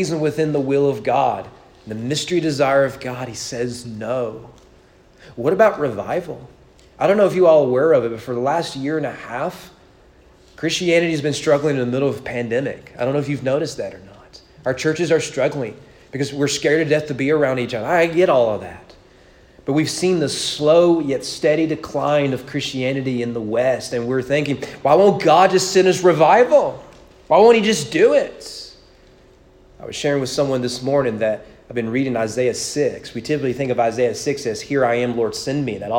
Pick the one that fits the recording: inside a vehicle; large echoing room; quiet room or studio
large echoing room